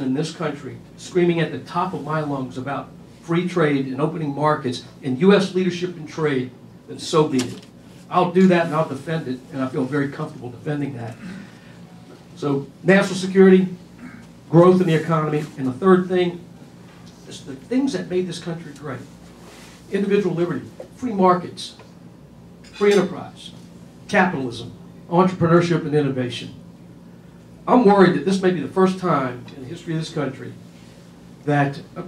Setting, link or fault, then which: setting, busy venue